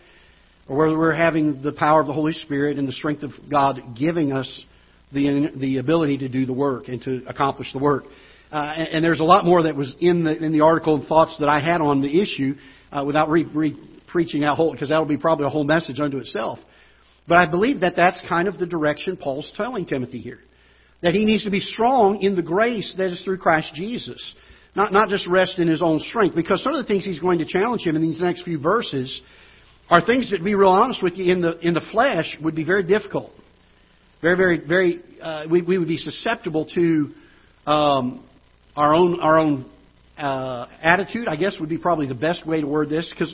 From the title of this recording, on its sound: Ketha Heights Baptist Church ~ Live Broadcast